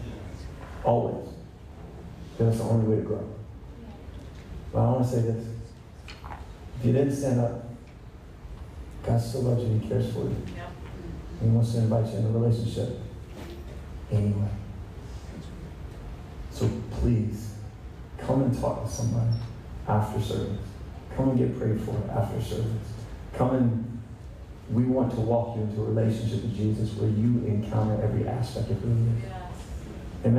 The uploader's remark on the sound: Please be patient with the audio on this one, but it is worth listening anyway...